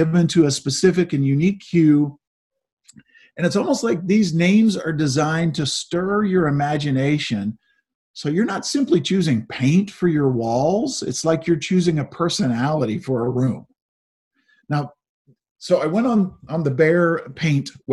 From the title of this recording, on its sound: Zoom Sunday